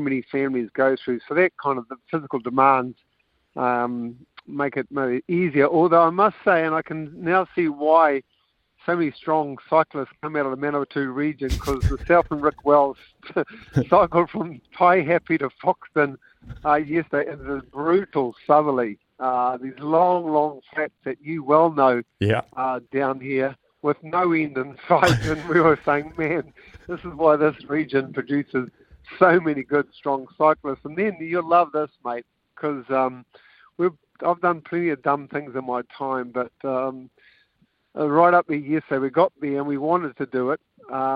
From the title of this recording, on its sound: LIVE from the road